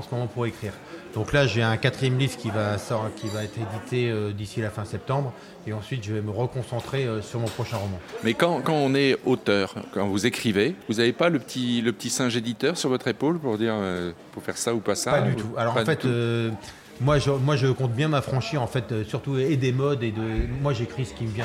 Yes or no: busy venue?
yes